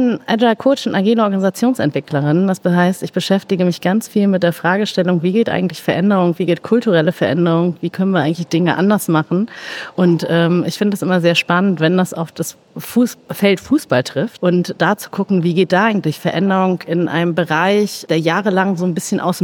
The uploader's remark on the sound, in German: Live auf der Solutions